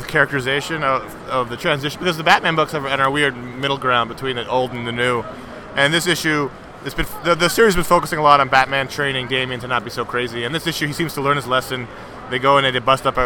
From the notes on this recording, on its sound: NEW YORK COMIC COOOOOON! After plans fell through to do the show as usual, the guys are forced to record a truncated episode from their table in Artist’s Alley on Sunday afternoon, the last day of the show.